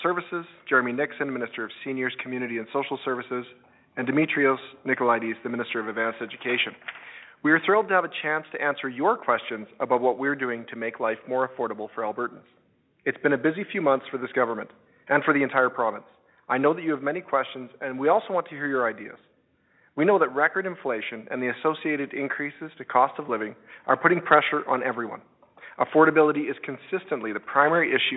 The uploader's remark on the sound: Affordability Telephone Town Hall. Held an interactive telephone town hall.